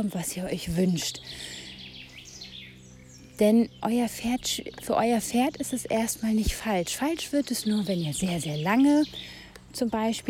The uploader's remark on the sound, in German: Diese Folge wurde draußen aufgenommen und kann Nebengeräusche beinhalten und eine schlechtere Tonqualität aufweisen.